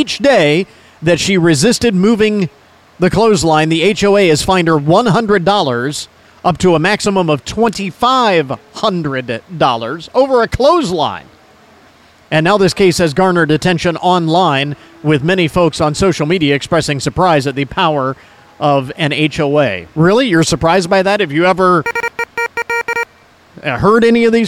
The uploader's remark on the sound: ON LOCATION: Our broadcast from Opening Day of the Hancock County Fair. It's Veterans Day at the Fair.